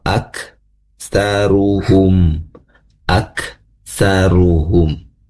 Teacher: Jadi ada, bisa dirasakan ada hembusan napas ya, keluar ak saruhum ya, bukan aksaruhum ya, sempurnakan napasnya ya, karena hak dari sifat apa dari huruf kaf ini memiliki sifat hams, yang mana hams itu dari segi napas mengeluar itu berhembus napas sedikit